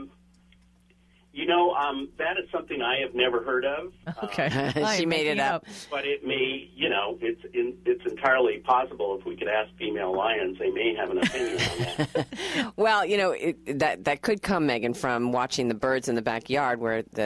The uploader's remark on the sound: All called.